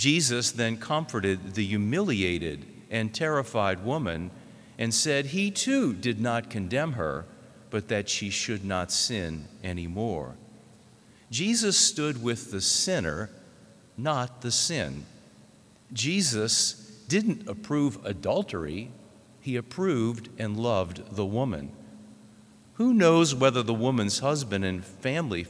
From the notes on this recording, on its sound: This homily was preached in the Notre Dame Seminary chapel